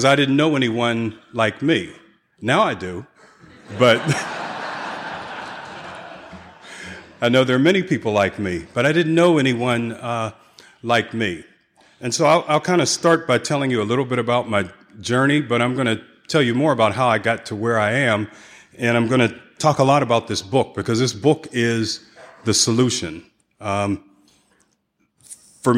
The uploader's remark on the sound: 2016 San Diego Conference Keynote Speaker